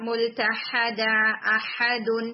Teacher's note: ہا کے لیے تھوڑا سا ٹنگ کو اور اسٹریٹ کریں، اس کے اندر تھوڑی ہیوینیس ہے